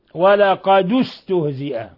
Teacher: وقرأ أبو جعفر ولقد استهزئ بضم الدال